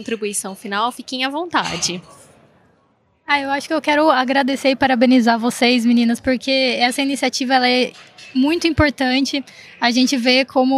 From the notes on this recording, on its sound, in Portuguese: realizado ao vivo no Siemens Innovation Forum 2022